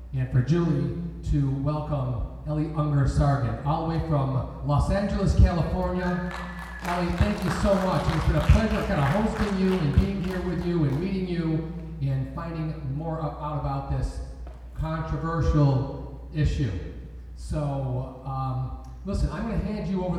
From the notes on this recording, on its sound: This is a recording of the Q&A from the Syracuse screening of Cut. The screening took place at the Palace Theater.